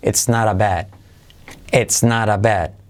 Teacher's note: Es una E que se abre tanto a que casi parece una A